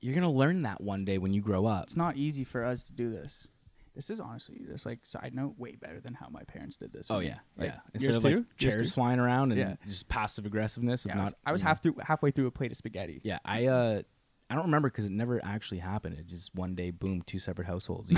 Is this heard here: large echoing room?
no